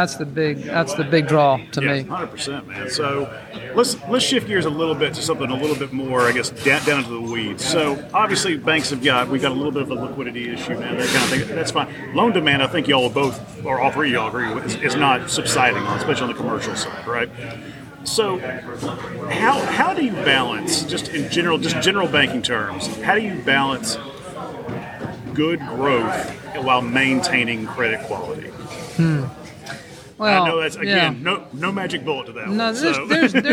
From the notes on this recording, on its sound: Recorded from the 2023 Community Bankers of Georgia Annual Conference and Trade Show